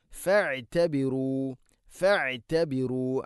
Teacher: ഐനിൻ്റെ ഉച്ചാരണം ശ്രദ്ധിക്കുക, തൊണ്ടയുടെ മധ്യഭാഗമാണ്